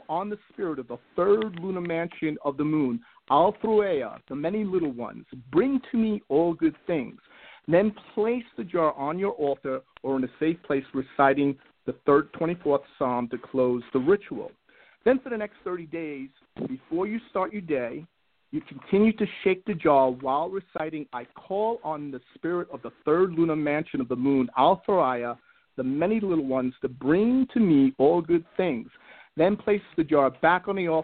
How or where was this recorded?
phone line